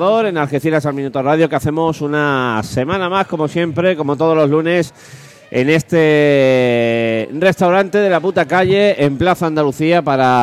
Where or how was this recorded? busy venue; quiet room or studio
busy venue